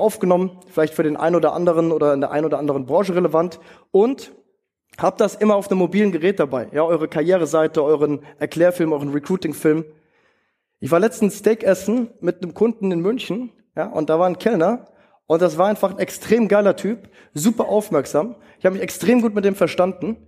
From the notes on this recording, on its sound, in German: in seinem Vortrag auf dem TOP Arbeitgeber Kongress in Hamburg